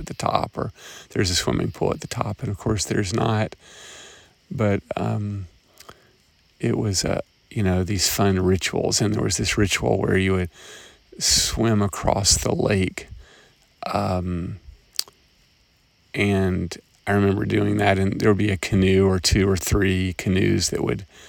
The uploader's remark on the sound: Observations and reflections at 3am, walking around Camp Swann in Grundy County, TN